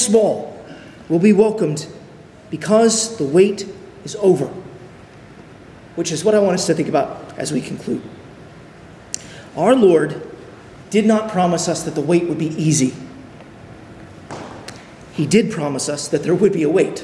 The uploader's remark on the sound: on October 8, 2023 at Arlington Baptist Church in Arlington, Virginia.